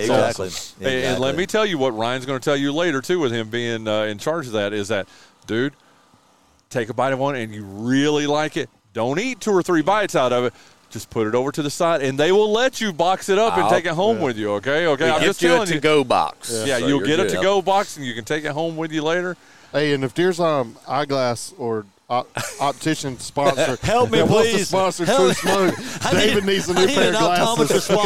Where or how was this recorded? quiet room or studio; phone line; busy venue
busy venue